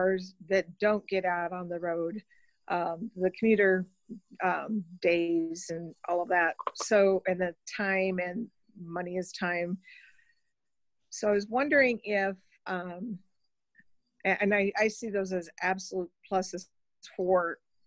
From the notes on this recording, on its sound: Zoom meeting